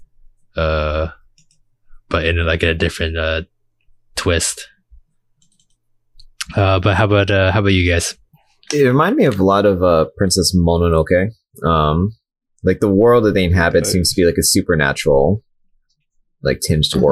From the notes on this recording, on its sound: Sorry for the audio clipping, still trying to figure out the recording software and where the problem is